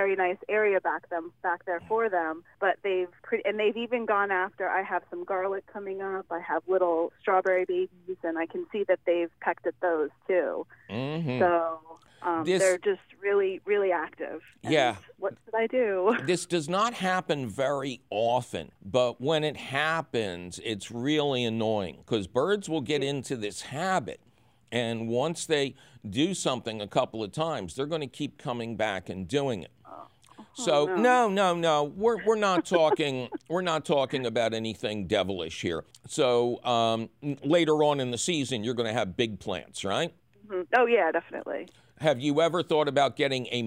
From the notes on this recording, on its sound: Otherwise, it’s a fabulous phone call show!